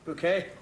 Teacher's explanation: The accent on the second syllable.